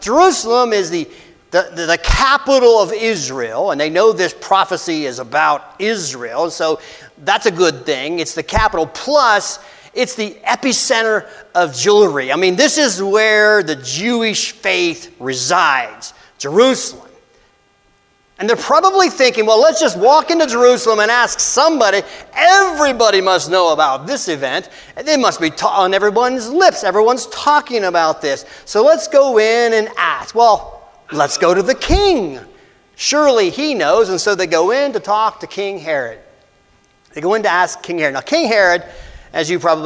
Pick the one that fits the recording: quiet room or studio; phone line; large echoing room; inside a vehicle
large echoing room